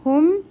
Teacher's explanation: Wala, 2 haraka long. Hum, meem followed by a letter ya. So clear meem will be said. No ghunna here.